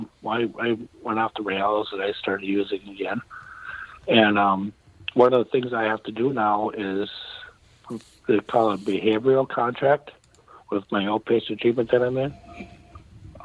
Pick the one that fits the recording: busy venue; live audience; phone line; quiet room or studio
phone line